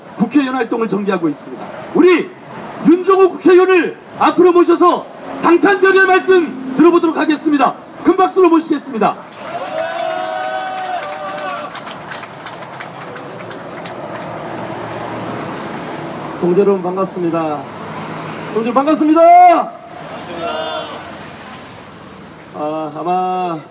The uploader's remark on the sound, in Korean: 집회와 기자회견 시민 인터뷰들 현장의 소리를 전합니다. 지난 9월 9일 핵발전소 반대 기자회견 및 퍼포먼스의 현장의 소리를 전합니다.